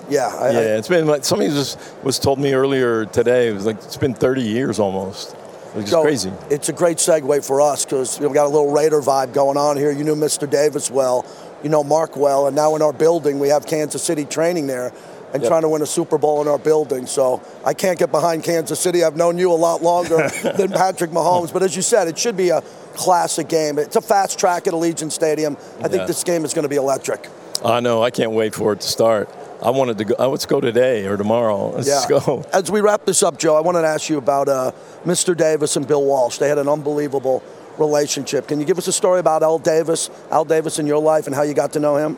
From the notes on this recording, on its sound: LIVE FROM RADIO ROW